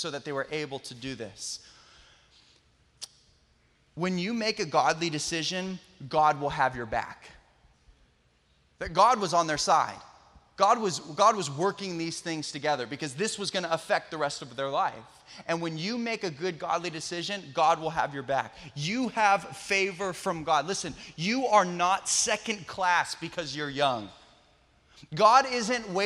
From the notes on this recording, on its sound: Special message taken from our Sunday Night Live event.